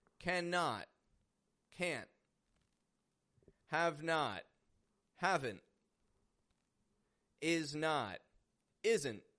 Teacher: we contract them together with an NT final stop ending